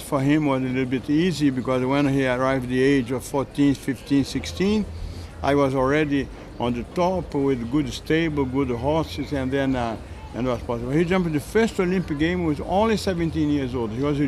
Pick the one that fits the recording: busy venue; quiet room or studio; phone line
busy venue